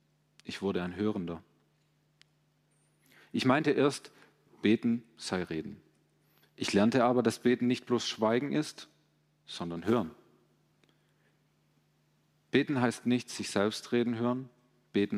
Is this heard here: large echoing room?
yes